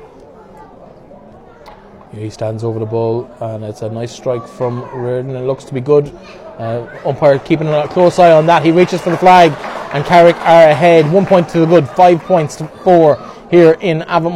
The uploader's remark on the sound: Full Audio commentary of the Connacht Gold Leitrim Senior Hurling Final between Carrick Hurling and Cluainin Iomaint in Avant Money Pairc Sean MacDiarmada.